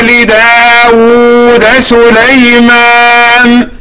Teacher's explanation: دال مفتوحة داود سليمان، لا تدغم الدال في السين